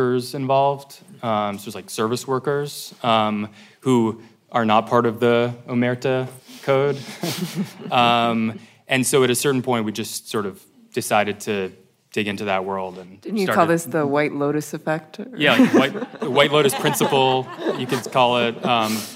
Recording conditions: live audience